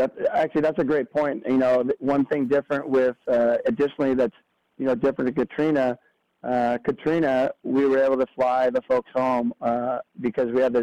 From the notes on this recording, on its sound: talks over the phone